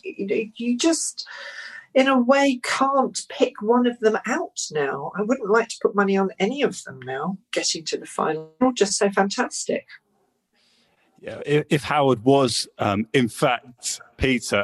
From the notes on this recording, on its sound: Recorded this podcast remotely via Zoom.